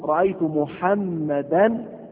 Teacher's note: فعندما تقول رأيت محمدا تسمع صوتا للتنوين في آخر الكلام عند الوصل طبعا · Term: صوت التنوين